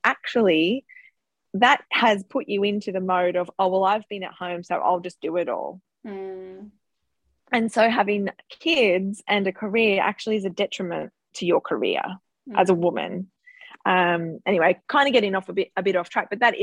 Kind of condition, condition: link, video call